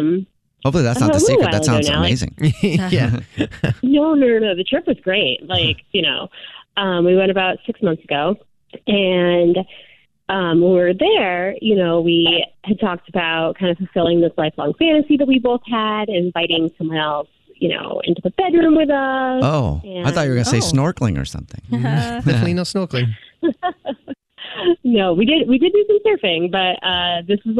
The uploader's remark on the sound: Called into The Jubal Show.